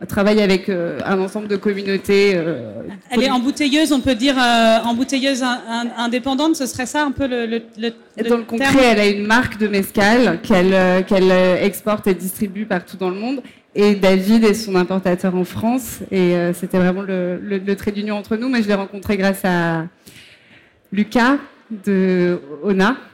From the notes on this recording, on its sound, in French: sur la Scène Liquide, Omnivore Food Festival 2021